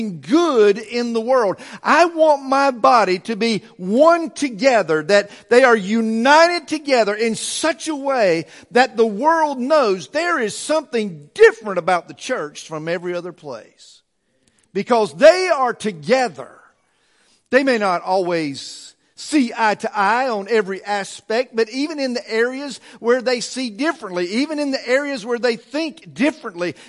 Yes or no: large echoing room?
yes